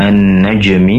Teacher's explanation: jim di sini berasal dari lidah tengah, yaitu lidah bagian tengah yang ditempelkan ke langit-langit atas